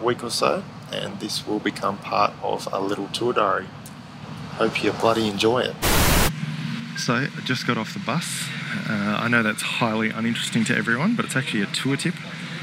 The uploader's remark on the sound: Your reward for waiting is one of the most ratty recordings we've ever put out! Recorded with my iPhone whenever I remembered to press "record".